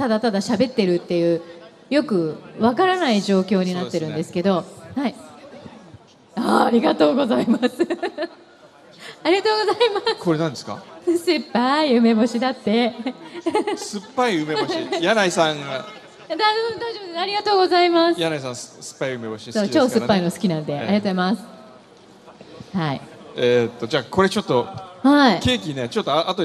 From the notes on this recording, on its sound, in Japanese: 今日は、ランドマークタワーにて公開生放送！公開で収録させていただいたので、少しグダグダとした部分もございます。暑かったにもかかわらず、大勢の方にお越しいただき。